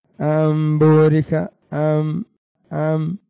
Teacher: الإقلاب تحويل الشيء عن وجهه، وهو قلب النون الساكنة أو التنوين عند الباء ميما مخفاه بغنة